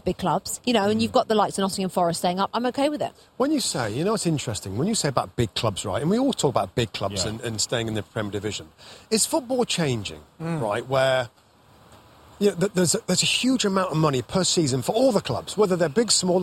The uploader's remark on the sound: Championship Sunday Live From Goodison Park.